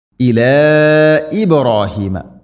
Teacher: നാലോ അഞ്ചോ ഹർക്കത്ത് വരെ നീട്ടാവുന്ന മദ്. ഇബ്രാഹീമ, ബ ശരിക്ക് കേൾക്കണം. · Term: മദ് മുൻഫസിൽ